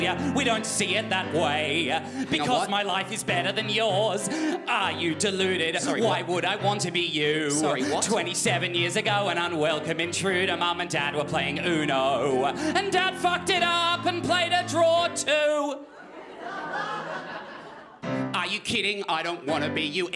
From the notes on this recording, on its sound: Melbourne International Comedy Festival's Comedy Up Late. Recorded at the home of the Festival Club, Max Watt’s for ABCTV.